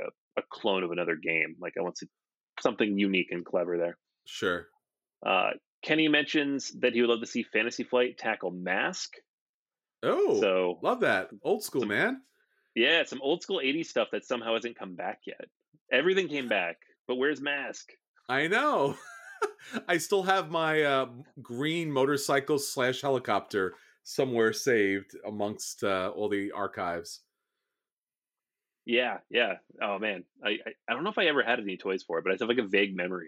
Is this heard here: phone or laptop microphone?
no